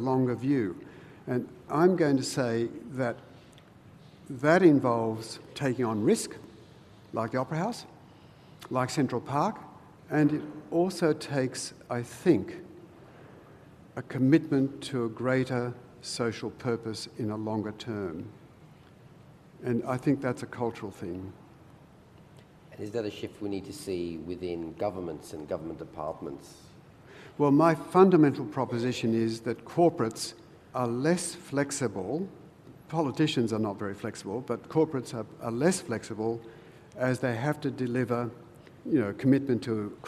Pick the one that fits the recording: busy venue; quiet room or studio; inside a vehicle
busy venue